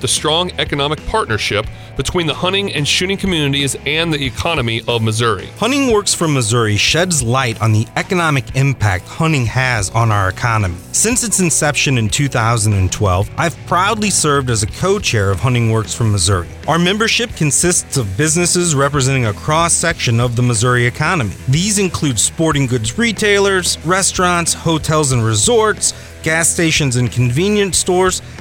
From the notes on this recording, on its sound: Record from a gravel bar on the river they no longer speak.